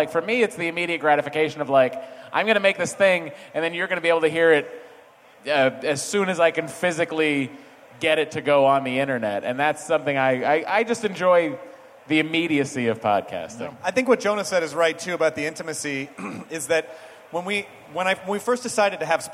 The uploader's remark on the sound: It's a nerdist hostful live from ID10T festival!